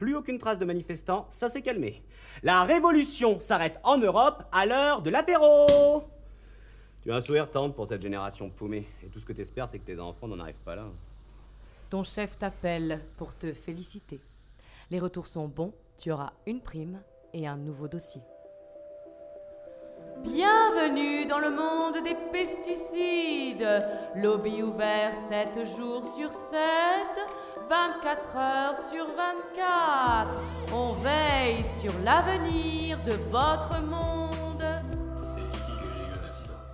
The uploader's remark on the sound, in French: Enregistrement sonore du spectacle Europe connexion. Réalisation sonore en binaural.